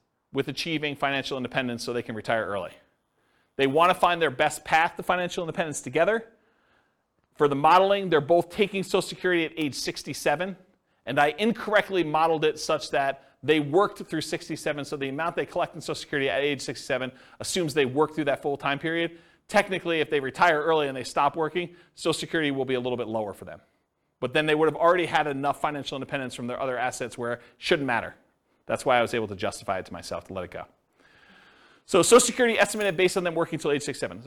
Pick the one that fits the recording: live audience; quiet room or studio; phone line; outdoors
live audience